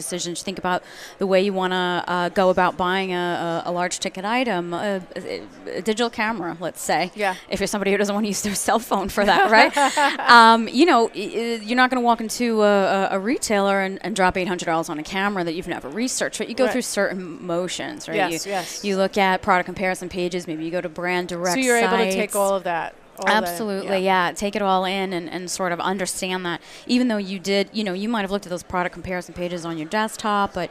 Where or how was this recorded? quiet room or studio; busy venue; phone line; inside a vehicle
busy venue